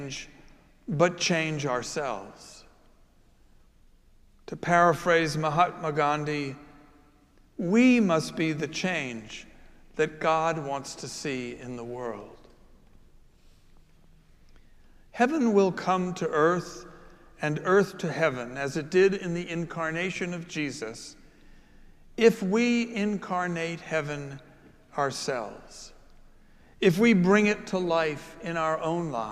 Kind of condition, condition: setting, large echoing room